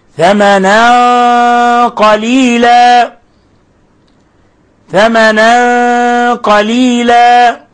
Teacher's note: إخفاء التنوين عند القاف، الإخفاء الحقيقي، كيف أن الغنة مفخمة والغنة عند حروف الاستعلاء تكون أفخم منها عند حروف الاستيفال.